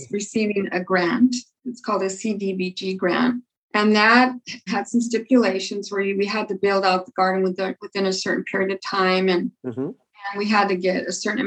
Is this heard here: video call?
yes